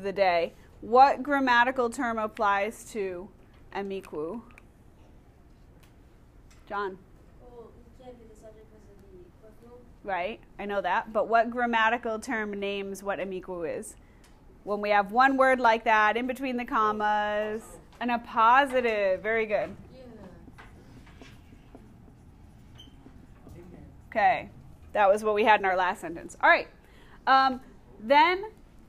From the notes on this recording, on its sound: Recorded in class